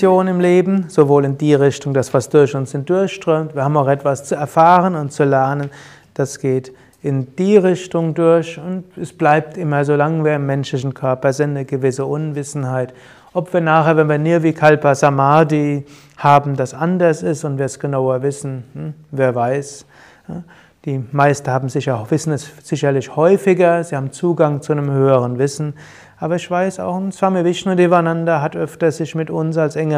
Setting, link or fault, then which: setting, live audience